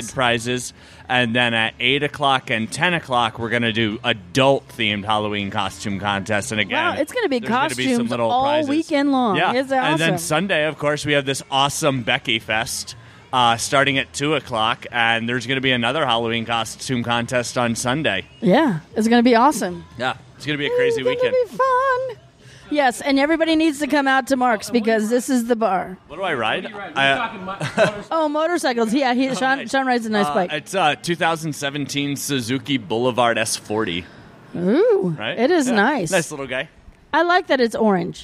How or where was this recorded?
busy venue